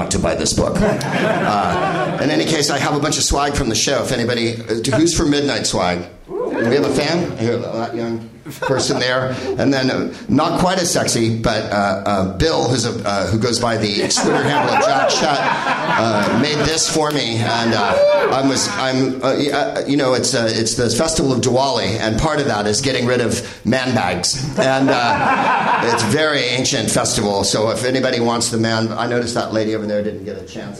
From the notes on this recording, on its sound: Live from the NerdMelt Showroom in LA